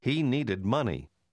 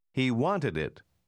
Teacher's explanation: заключительное сочетание ed приходится произносить как отдельный слог